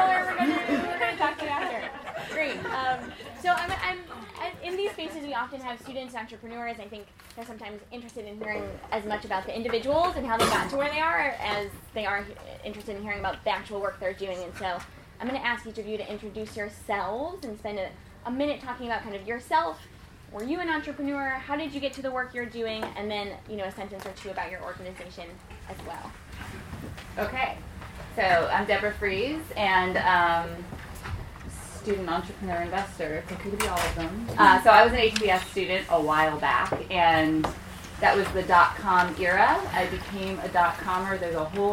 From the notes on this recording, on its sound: Event: Social Enterprise Conference at the Harvard Business School and the Harvard Kennedy School of Government.